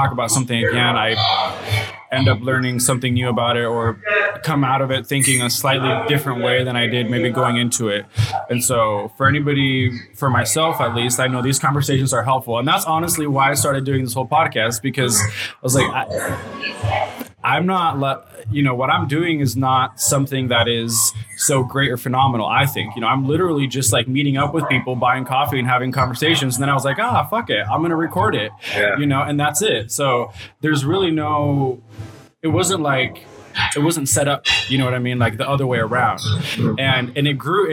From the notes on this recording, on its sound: Special thanks to F1rst Avenue Coffee for graciously hosting this recording! Special thanks to F1rst Avenue Coffee for graciously hosting this recording!